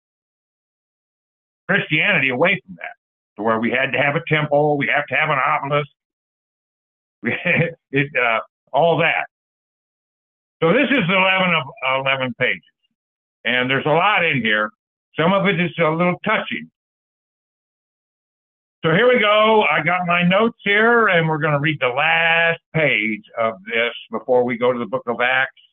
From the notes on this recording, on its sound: Call In Bible Study